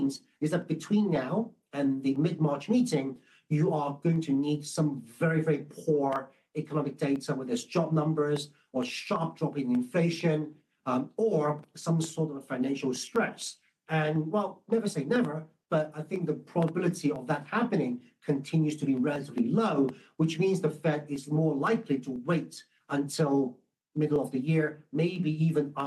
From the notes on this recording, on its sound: a replay of the 1st Quarter 2024 Guide to the Markets - Asia launch web conference